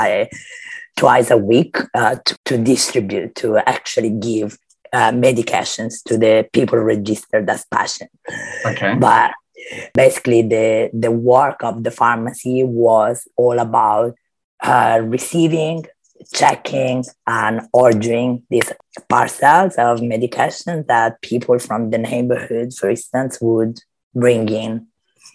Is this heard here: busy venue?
no